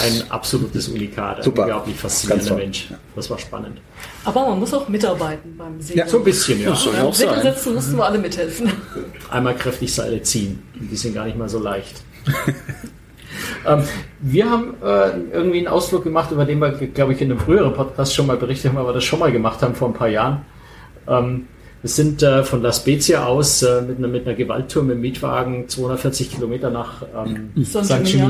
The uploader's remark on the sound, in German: Live von der Symphony of the Seas. Die schlechter als gewohnte Audio-Qualität bitten wir zu entschuldigen - ich konnte nicht die komplette Technik-Ausrüstung mit aufs Schiff nehmen, sodass wir für alle fünf Teilnehmer der Diskussionsrunde nur ein Mikro in der Mitte zur Verfügung hatten.